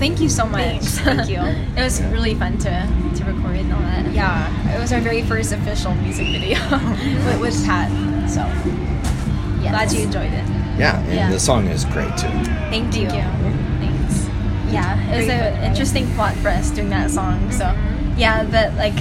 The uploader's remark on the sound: at the Mesa Music Festival